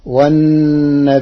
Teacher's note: قرأ ورش كلمة والنبيين بالهمز مع تخفيف الياء، وفيه تثليث البدل، والهمز فيه على الأصل فتصير والنبيين لئلا يكون.